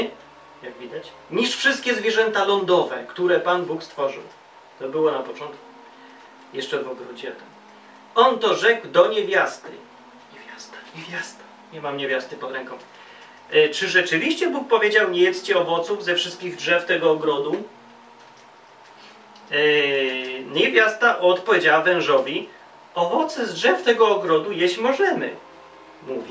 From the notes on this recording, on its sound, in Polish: audio z kolei jest tak słabej jakości z powodu małego awaryjki związanej z rejestratorem i bateriami.